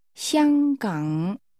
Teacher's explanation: Hong Kong, using high level and falling rising tones.